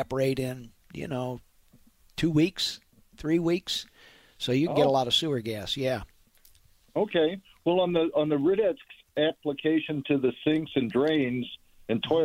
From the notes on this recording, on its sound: answers your phone calls